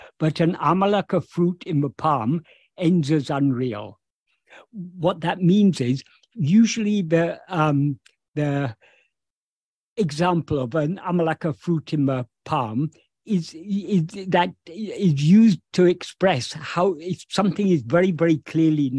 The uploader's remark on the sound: In a Zoom meeting with Ramana Kendra, Delhi, on 27th August 2023